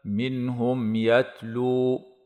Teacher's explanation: منهم يتلو إظهار شفوي لوقوع الميم الساكنة قبل الياء مع مراعاة همس حرف التاء، هكذا منهم يتلو.